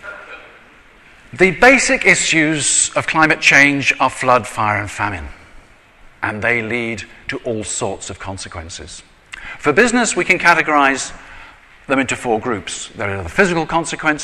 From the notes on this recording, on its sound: I recently delivered this speech to the Association of Manufacturers of Power Generation Systems at their annual conference at the Institute of Civil Engineers in London. I recently delivered this speech to the Association of Manufacturers of Power Generation Systems at their annual conference at the Institute of Civil Engineers in London.